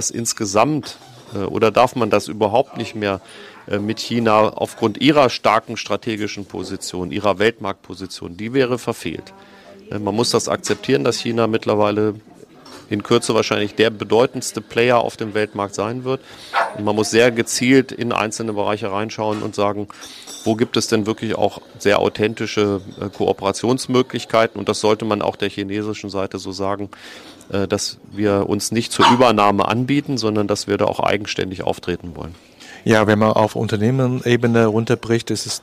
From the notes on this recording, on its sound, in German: Live Interview im Laden der der Hannoverschen Kaffeemanufaktur.